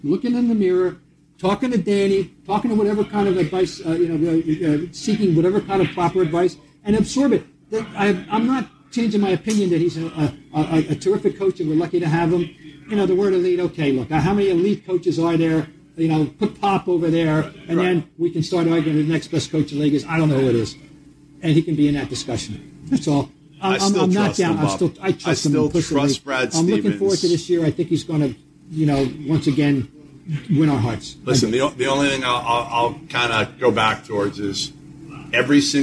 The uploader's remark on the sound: The journalists sip some coffee and Sambucca at The Legacy Club of Boston while they casually review each position for the Boston Celtics.